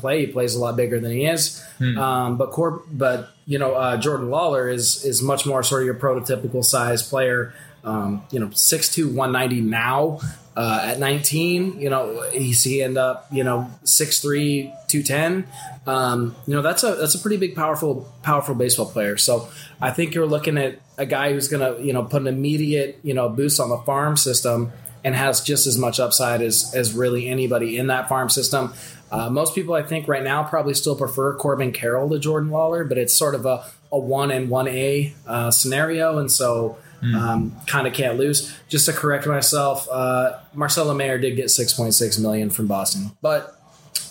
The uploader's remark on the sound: Live from Ron Tonkin Field (home of the Hillsboro Hops)